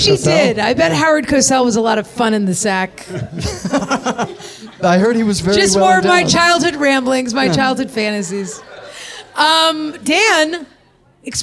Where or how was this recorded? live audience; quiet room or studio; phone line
live audience